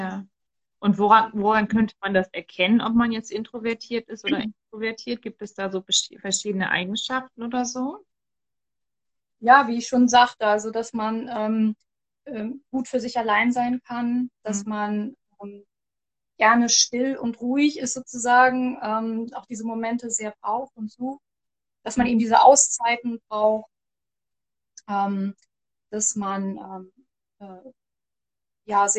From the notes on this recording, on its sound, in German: Jetzt startet eine neue Reihe von Interviews, es sind alles Mutmacher Geschichten, die ich auf live auf Instagram geführt habe.